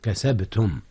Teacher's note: قلقلة الباء كذلك حيث جاءت ساكنة